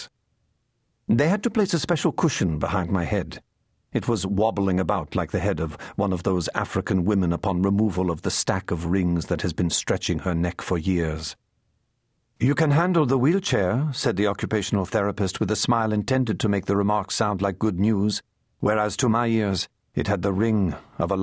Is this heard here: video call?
no